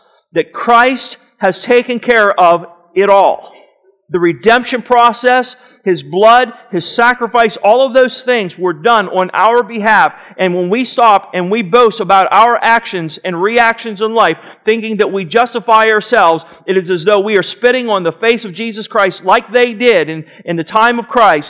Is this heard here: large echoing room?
yes